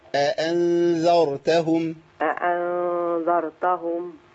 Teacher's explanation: أنا عندي همزتين لازم يتحققوا عند الإمام حفص